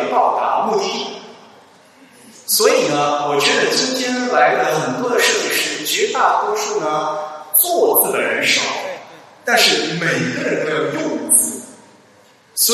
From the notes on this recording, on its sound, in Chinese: 后信息时代 大会年末于广州落下帷幕。本期节目播出现场录音，以飨未能到场的听众。在广州摩登大道时尚集团跨界艺术馆举办。